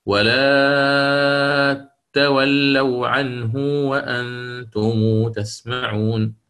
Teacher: أتى بتشديد التاء، وما دامت سبقت بألف يعني حرف مد، حينها ماذا فعل؟ أتى بالمد اللازم